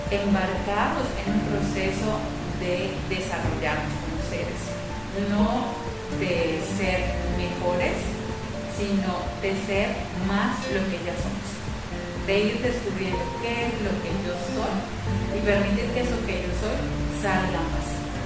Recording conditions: poor sound quality